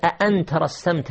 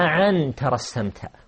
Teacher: الهمزة والعين حرفان متقاربان، كلاهما حرف حلق · Term: عنعنة